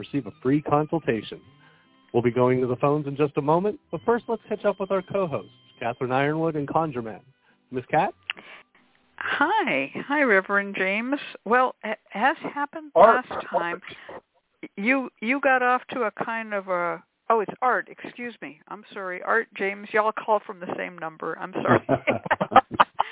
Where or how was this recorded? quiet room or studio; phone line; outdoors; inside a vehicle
phone line